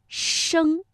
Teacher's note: 它让舌尖靠近硬腭前部啊，又留出了窄缝了，所以读声，赵先生。接下来呢，我们要听成语故事朝三暮四。那我们的问题又来了啊，朝三暮四这个四字成语，它的声母在读的时候有什么样的特点呢？朝三暮四，战国时期，宋国有位老人非常喜欢猴子，他在家里饲养了一大群猴子，成天逗弄这些猴子，与猴子们厮混在一起，邻居们都称他鞠躬。鞠在古书里是指猕猴。鞠躬和猴子们相处久了，慢慢地摸清了猴子的性情，懂得了猴子的动作、叫嚷的意思。猴子们日久天长的，也逐渐地明白了鞠躬说话的意思。鞠躬的家境并不很宽裕，因为他养的猴子太多，每天要消耗大量的瓜、菜和粮食。可他宁愿节省家里的口粮，也要满足猴子们的食量。几年以后，鞠躬家里更穷了，实在供不起这么一大群猴子的吃食了。可他